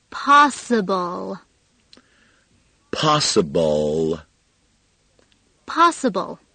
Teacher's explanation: 在单词的最后是以 L, L,舌尖舔住上齿龈这样一个特别难发的音结束的。L,有关这个音，请大家专门学习这个音的单独的录音带。我们为每一个音标都单独录了一盒录音带，这样学起来非常的方便。Step 3, simultaneous speaking,请跟着我们同时朗读。